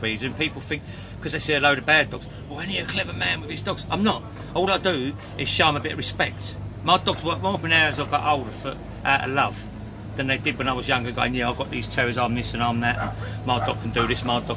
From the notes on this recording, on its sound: Recorded at the Game Fair 2023 at Ragley Hall